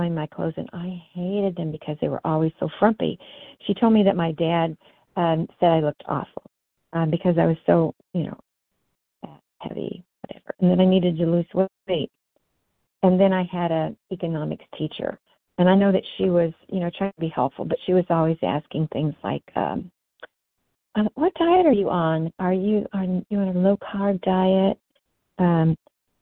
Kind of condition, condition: link, phone line